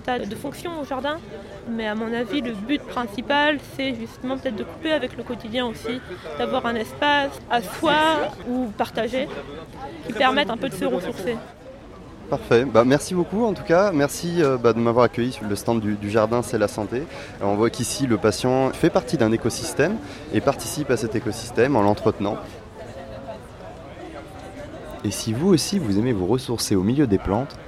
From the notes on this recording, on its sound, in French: Visite d'un jardin thérapeutique. C'est au coeur de cette installation que je l'interroge. Cet épisode a été enregistré au cours du salon Jardins, Jardin, organisé chaque année le premier weekend de juin.